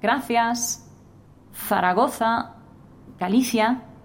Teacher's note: Yep, it was that typical Spanish difference between th and s that is not made in Latin America